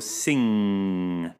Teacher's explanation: the back of the tongue coming up and meeting the soft palate · Term: NG sound